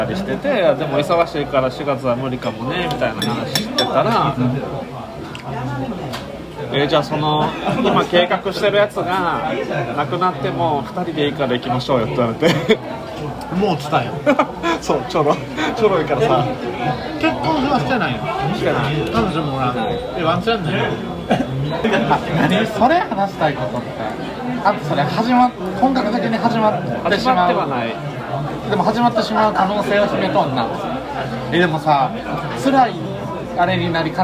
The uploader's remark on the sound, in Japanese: 居酒屋で録音したので後ろがうるさくてすいません